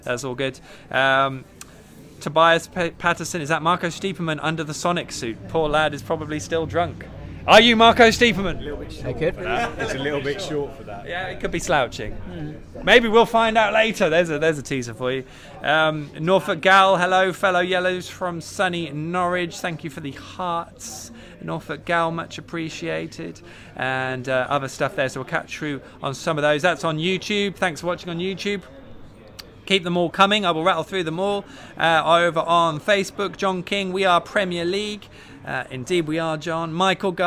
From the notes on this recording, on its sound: Is LIVE from Departure Lounge. Pop along to the pub and have their say live on the show.